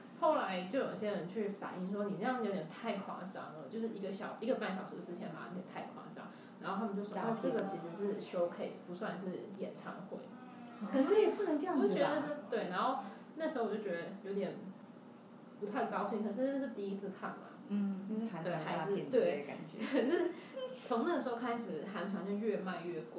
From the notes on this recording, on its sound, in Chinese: 雖然是在獨立的室內空間錄音，但是還是收到很多環境音，還請大家見諒